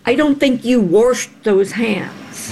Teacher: For people who live in some parts of the country, Warsh is how you might say wash.